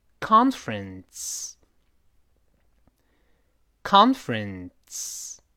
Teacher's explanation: 这个 ts 的声音，就有点像鱼刺的刺，声带不振动